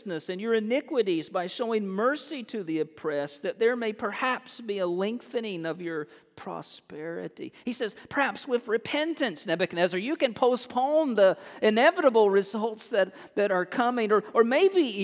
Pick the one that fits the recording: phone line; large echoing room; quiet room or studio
large echoing room